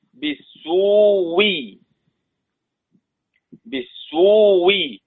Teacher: بيقرؤون بإبدال الهمزة الأولى واوا تبقى إيه؟ بالسوي، بالسوي، ثم يقرؤون في الهمزة، هذه الهمزة المبدلة واوا مكسورة بالإدغام في الواو المد قبلها فتصير واو مشددة، بالسوي إلا، بالسوي إلا.